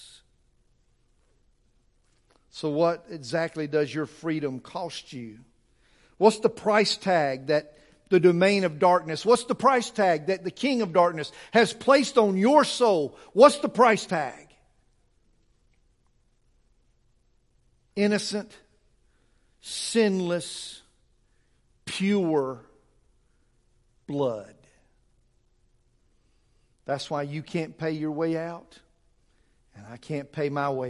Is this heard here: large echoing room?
yes